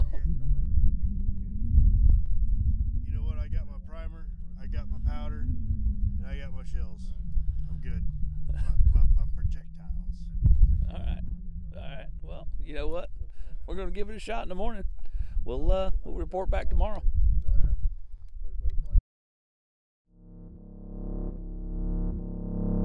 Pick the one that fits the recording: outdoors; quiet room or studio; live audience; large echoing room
outdoors